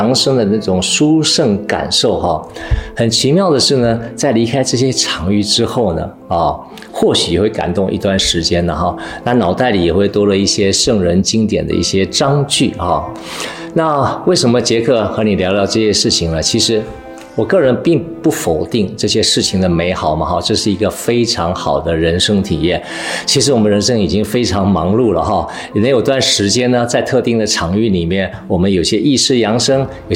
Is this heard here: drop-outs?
no